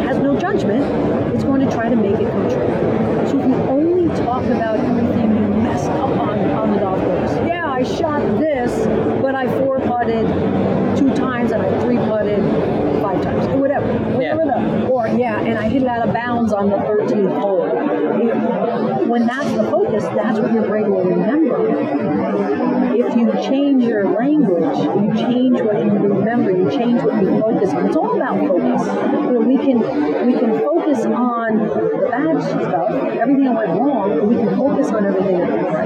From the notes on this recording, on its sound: Live From the Floor of the PGA Merchandise Show.